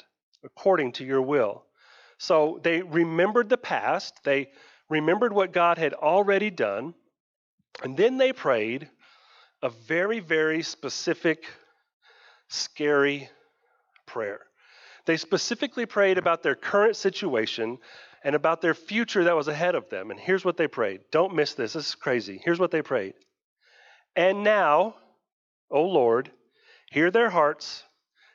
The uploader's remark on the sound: Sunday morning live-streamed service from West Main Baptist Church Artesia.